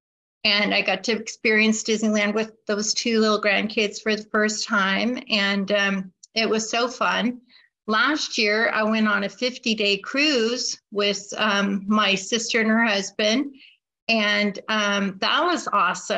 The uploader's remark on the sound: Wednesday Online Meeting. This recording is from an Overeater Anonymous H.O.W.